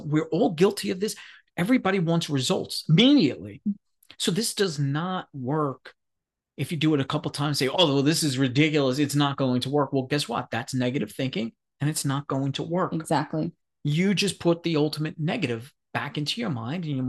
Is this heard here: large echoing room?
no